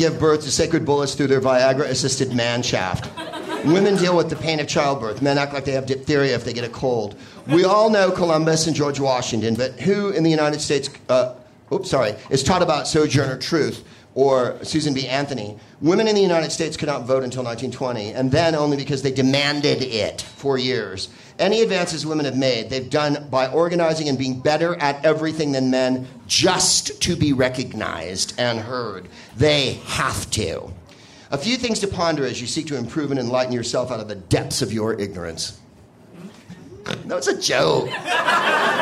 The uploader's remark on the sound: Live from Comedy Works in Denver.